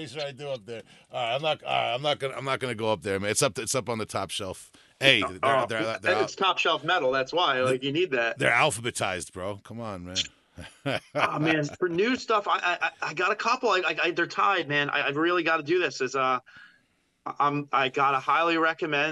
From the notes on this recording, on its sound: calls in to catch up